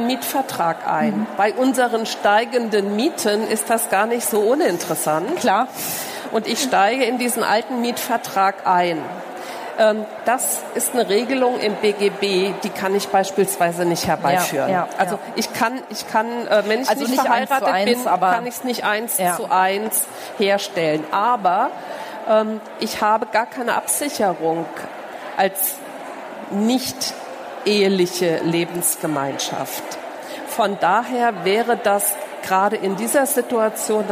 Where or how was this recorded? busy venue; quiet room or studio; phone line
busy venue